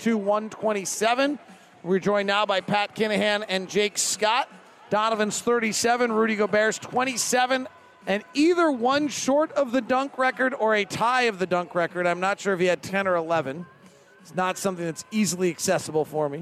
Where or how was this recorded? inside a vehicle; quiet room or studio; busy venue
busy venue